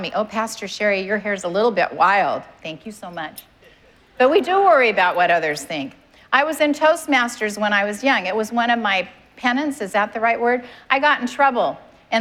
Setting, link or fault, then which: setting, live audience